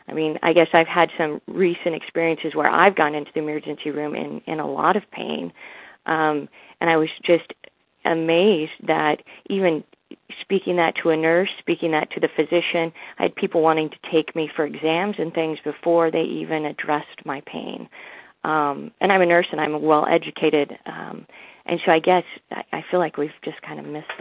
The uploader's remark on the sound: Author in the Room® Teleconference